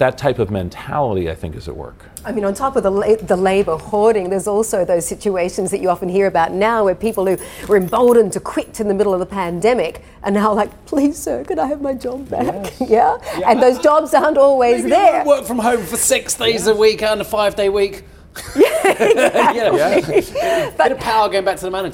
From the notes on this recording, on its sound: We are live at Vivatech in Paris